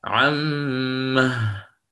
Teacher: فالإمام البزي له وجهان في ذلك وقفا: إما أن يقف عليها بإسكان الميم مثل الإمام حفص ومن وافقه، وهو مذهب الجمهور، وهو المقدم له أداء، قلنا له وجهان في ذلك، فإما أن يقف هكذا عم ويشدد الميم، أو له الوجه الثاني وهو أن يبين حركة الميم بالفتح فيلحق بها هاء للسكت فيقف عليها عمه